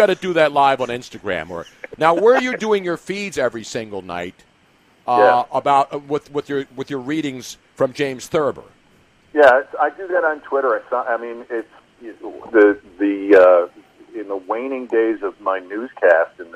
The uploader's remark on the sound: live from Central Park